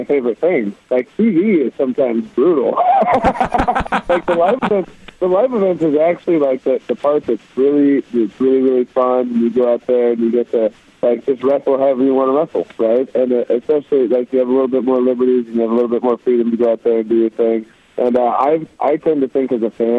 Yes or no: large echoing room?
no